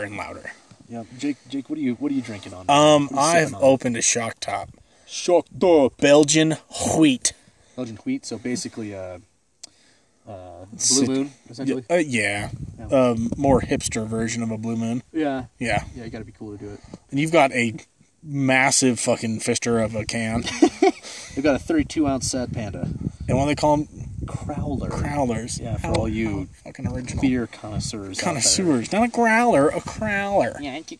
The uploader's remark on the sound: We record live on top of a mountain overlooking Estes Park.